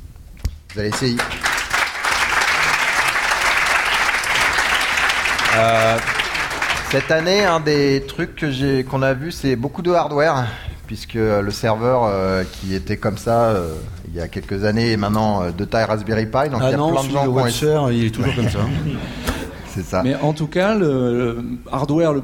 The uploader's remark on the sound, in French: en direct de Devoxx